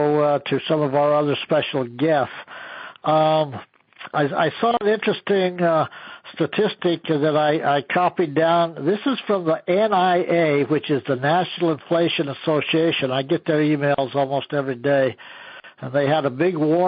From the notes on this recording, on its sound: An archive of weekly conference calls.